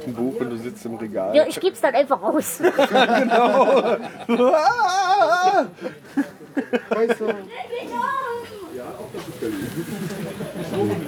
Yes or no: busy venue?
yes